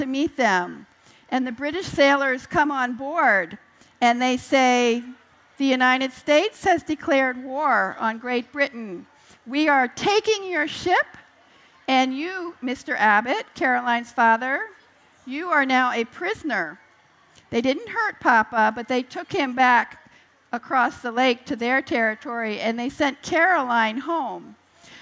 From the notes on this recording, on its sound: Appears on the Family Storytelling Stage at the 2012 Library of Congress National Book Festival.